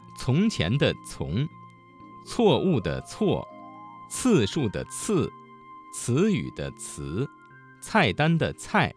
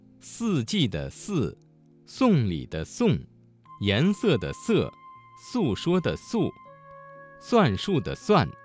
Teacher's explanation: 滋和呲要有爆破感，丝要有摩擦感